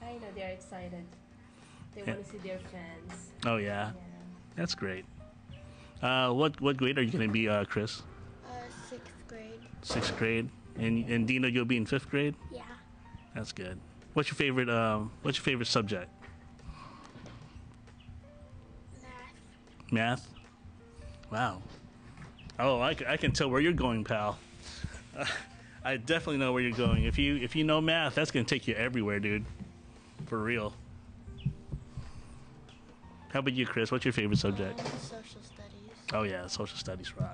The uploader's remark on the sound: How it's like to podcast with a small device and two mics. Recorded on location at Indian Boundary Park in Bolingbrook, IL.